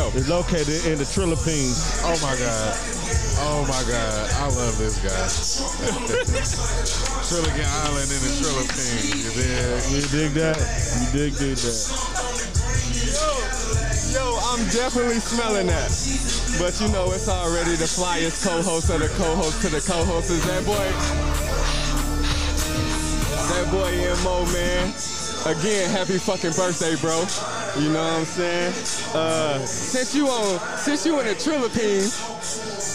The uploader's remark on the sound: Live From The Album Release. Just some drunk guys drinking and enjoying life.